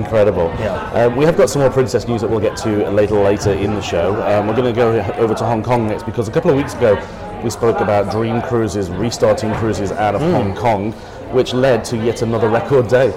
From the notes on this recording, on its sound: Record the podcast LIVE from a coffee shop in Hillary’s Boat Harbour (WA). It was very busy and does sound very different.